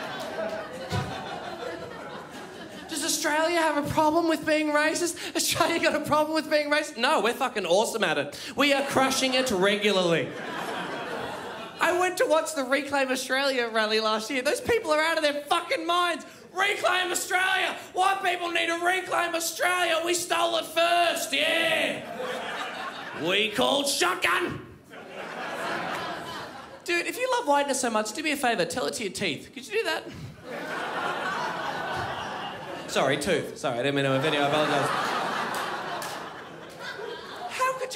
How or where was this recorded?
live audience